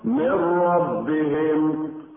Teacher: ويسمى ادغاما كاملا لعدم وجود الغنة بين المدغم والمدغم فيه